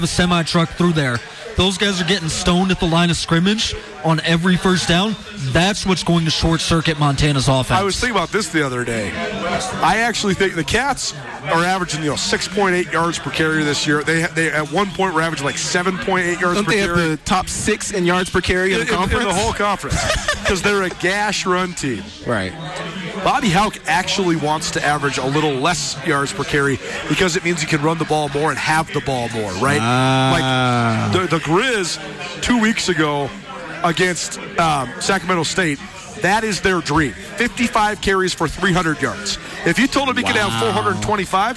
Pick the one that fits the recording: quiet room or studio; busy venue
busy venue